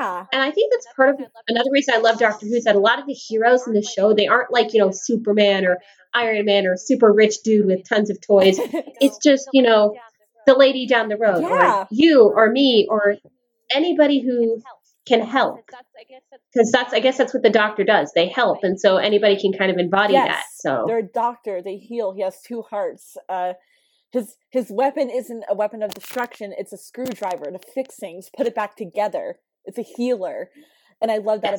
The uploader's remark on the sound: Please note that there is background noise in this episode, and some of the editing is choppy. Due to COVID19 our filming options were limited, and many of us live with big, busy, loud families.